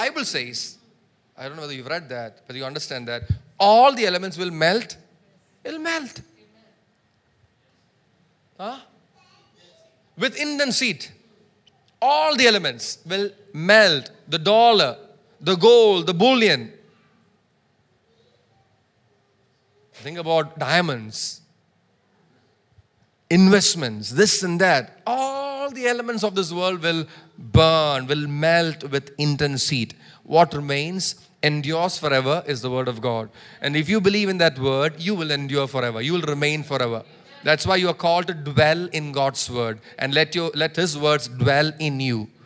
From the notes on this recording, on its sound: preached at Sunday Service on 25 June 2023 at Revelation Church